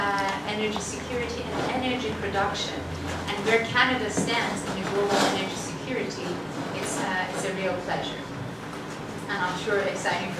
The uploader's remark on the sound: This lecture took place at The Institute of World Politics on April 17, 2023.